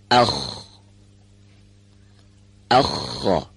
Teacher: این حرف از انتهای حلق، یعنی از نزدیکترین محل حلق به دهان، به تلفظ در میاد. برای تلفظ حرف خا، انتهای حفره حلق که متصل به دهان هست باریکتر میشه و هوای سازنده اون بدون اینکه تارهای صوتی رو به ارتعاش در بیاره، در حال عبور از این محل صدای حرف خا رو تولید میکنه.